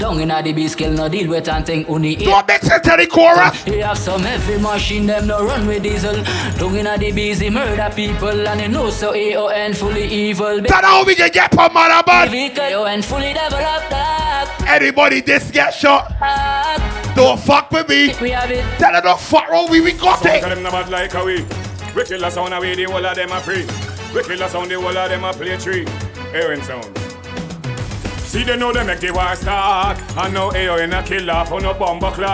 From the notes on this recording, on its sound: GLOW SUNSET VIBES (RAW). LIVE AUDIO FROM GLOW SUNSET VIBES.